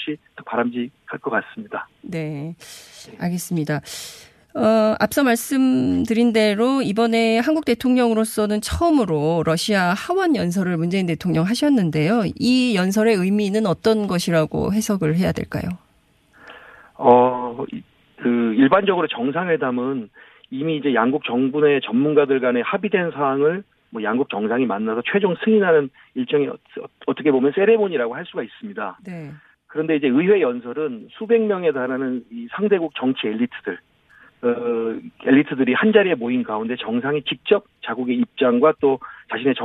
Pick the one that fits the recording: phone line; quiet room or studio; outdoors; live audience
phone line